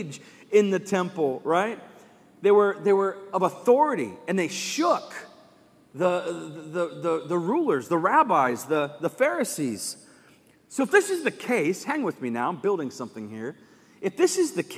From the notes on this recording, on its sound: Live from Covenant Church.